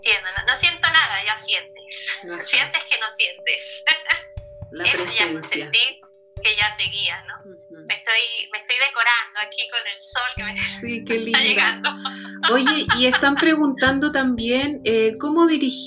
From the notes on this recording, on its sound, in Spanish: Charla vía Streaming, Instagram Live